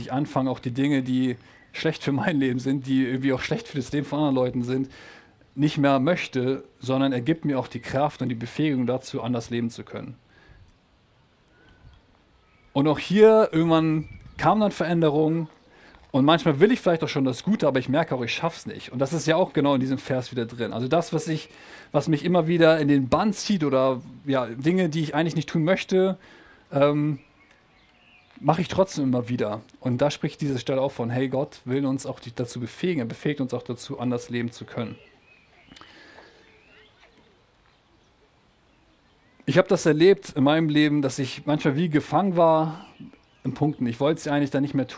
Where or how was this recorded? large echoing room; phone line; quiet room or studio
large echoing room